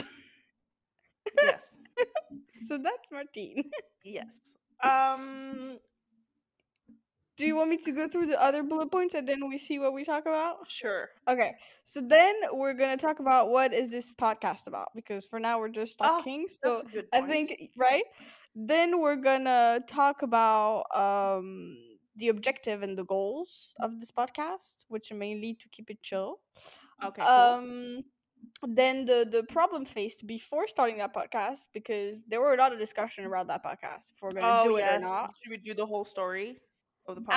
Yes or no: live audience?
no